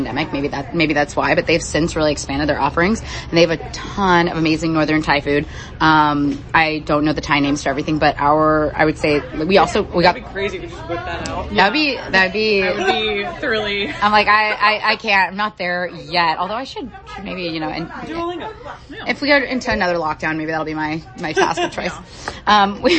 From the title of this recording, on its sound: Dispatching live from Northern Thai Food Club